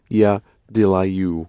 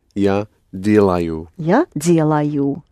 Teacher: Only accent it on the first syllable. · Shown in: second take